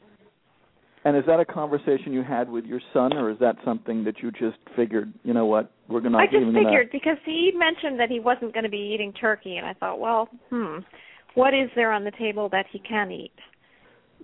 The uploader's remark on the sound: The Parents Panel -- along with a caller